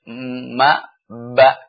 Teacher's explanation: Karena waw juga huruf syafatain, tapi dengan ma'a infitah, dengan dibuka. Antara ba dan mim, syafatain, tapi dengan itbak, dengan idmam. Dengan dikatupkan 2 bibir. Ma, ba, karena waw, 2 bibir tidak ketemu, tapi keluar dari 2 bibir ini.